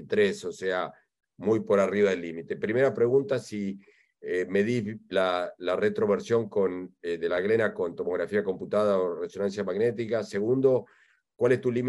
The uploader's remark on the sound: This is the Audio Replay of the 2022 ISAKOS Webinar with SLARD presented in Spanish!